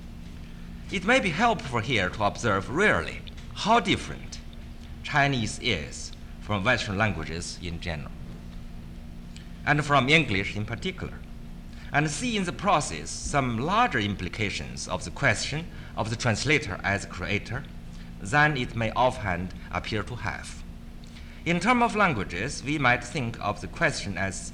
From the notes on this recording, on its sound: This is the fourth part of the fourth day of the World Translation Conference.